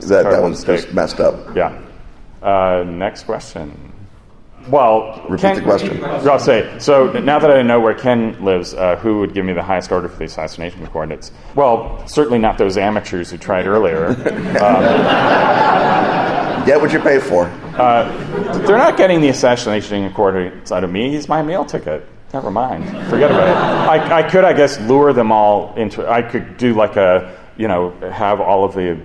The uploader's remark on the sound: A live show at Gen Con.